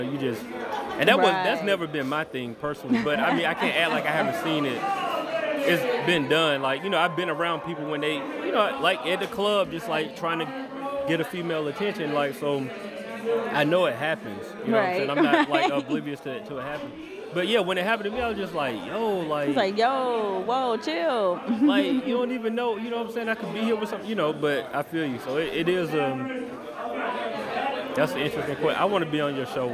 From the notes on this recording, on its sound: Live at The Masquerade Atlanta on April 12th.